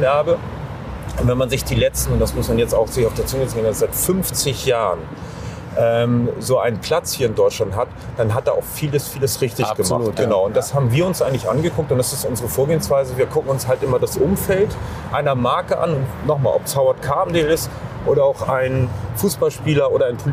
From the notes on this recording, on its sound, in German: Auf einen Spaziergang. Über die Reeperbahn spaziert.